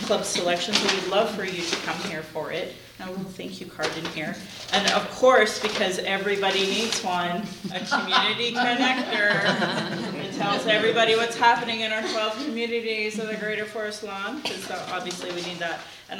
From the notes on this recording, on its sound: We recorded at a local Calgary Indigenous led book club called Chapters & Chat hosted by an organization called 12 Community Safety Initiative.